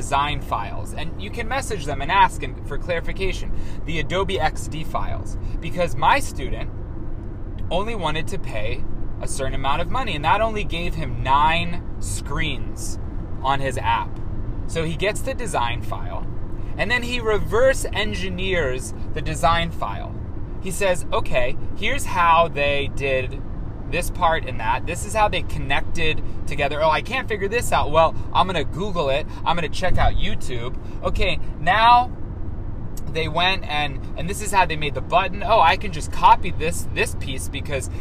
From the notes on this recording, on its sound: Recorded in transit to keynote the 32nd annual ACTEM conference in Augusta, Maine.